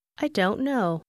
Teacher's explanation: Bạn hãy chú ý đến âm t gần như biến mất khi don't đứng trước những từ khác